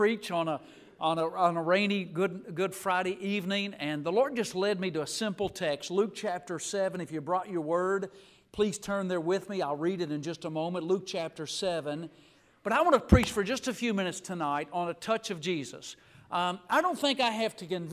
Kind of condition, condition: setting, large echoing room